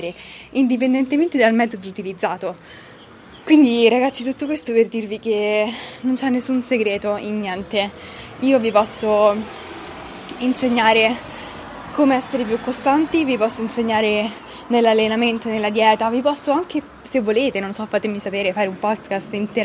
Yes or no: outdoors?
yes